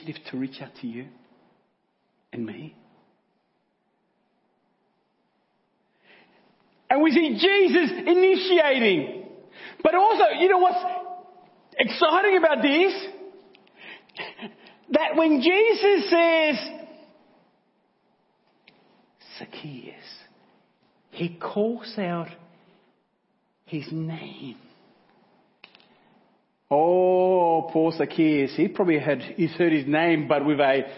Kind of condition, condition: setting, large echoing room